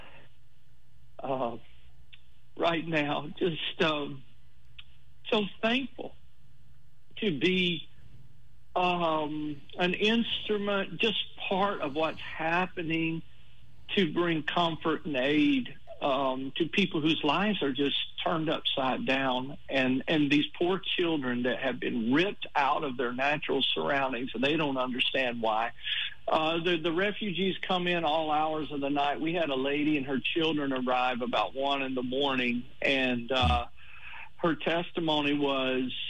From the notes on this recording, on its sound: During Victory Partner Days. On the phone from Hungary.